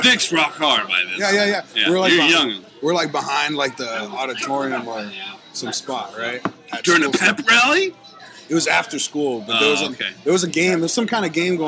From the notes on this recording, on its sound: coming at you live from the Woodshed 2, a few drunk people stop by and mumble some BS